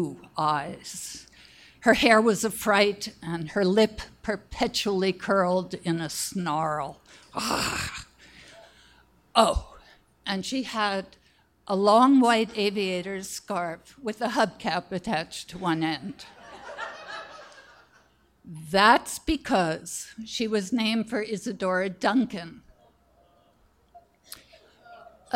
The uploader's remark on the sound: Our final slam this season was themed "DIY," held at New City Brewery in Easthampton. The audience vote gave us a tie for the very first time.